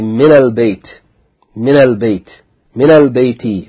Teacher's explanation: Whenever it is added to alif lam, the definite article, then it changes from min to mina. And you join it to the lam, min al, yani bayti, for example.